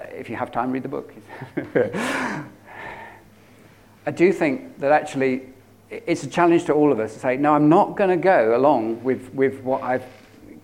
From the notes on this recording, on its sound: At King's Church, Cockermouth, as an audio file.